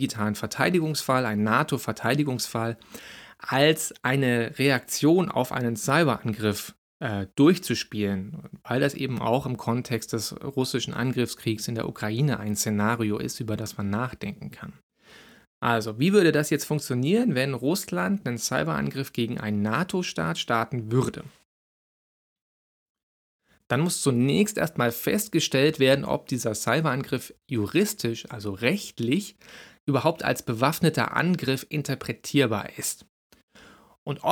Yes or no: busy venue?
no